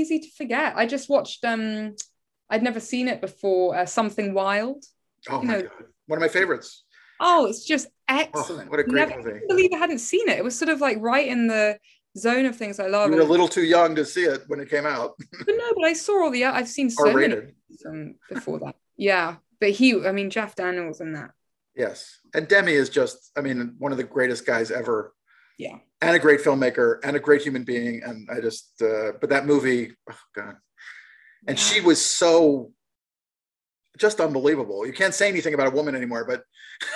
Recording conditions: video call